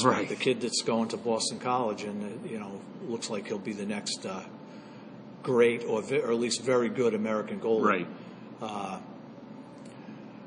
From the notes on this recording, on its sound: record from the Bruins practice rink at Warrior Ice in Brighton